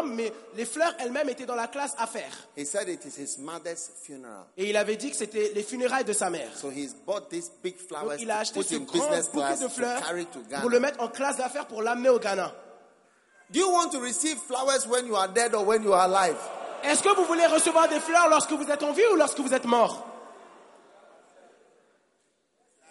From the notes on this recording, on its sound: Preached at the Give Thyself Wholly pastors' conference in Mampong - Ghana 6th - 9th of Aug 2019